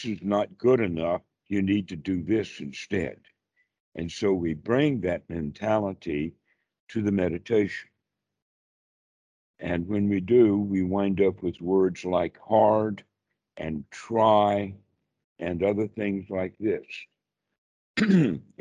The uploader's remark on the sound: skype calls on this channel